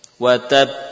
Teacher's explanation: Tampak dua huruf yang kita baca, yaitu ba yang sukun yang berhenti suaranya dan ba yang diqalqalah.